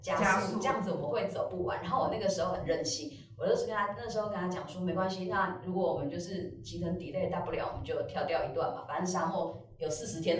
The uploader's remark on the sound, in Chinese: 收音見諒